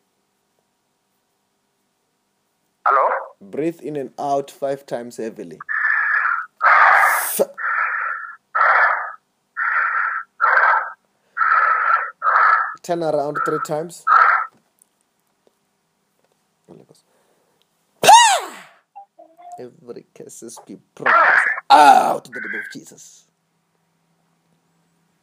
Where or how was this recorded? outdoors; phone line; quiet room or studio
phone line